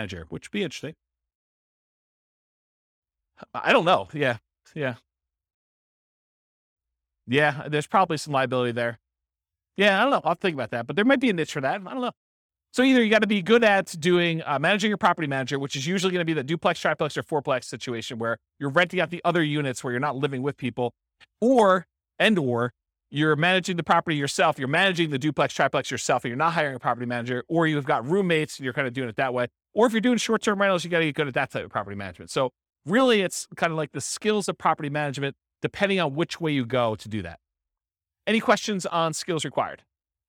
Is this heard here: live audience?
yes